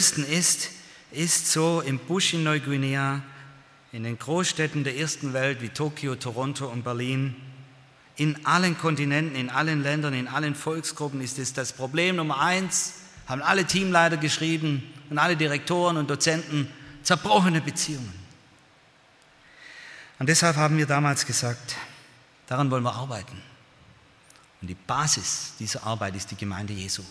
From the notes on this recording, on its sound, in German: aus dem Gottesdienst der Liebenzeller Mission